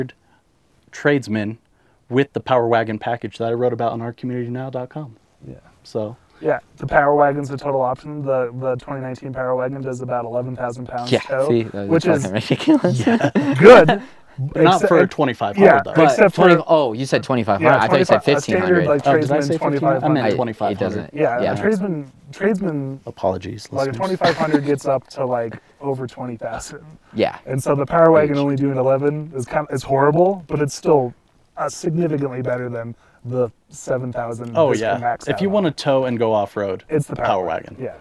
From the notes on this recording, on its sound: 2020 Jeep Gladiator Rubicon. Record this episode from the side of a mountain.